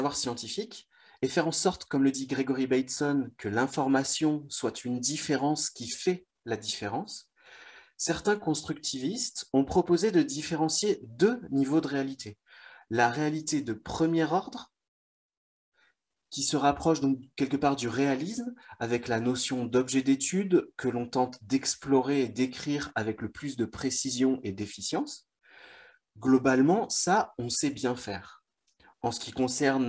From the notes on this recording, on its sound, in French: Visio-conférence du collectif Culture Santé